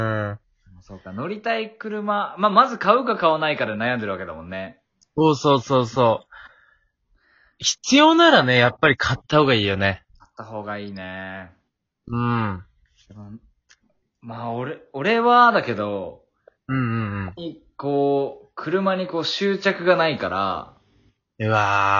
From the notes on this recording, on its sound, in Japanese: 今回は少し音声が乱れてます。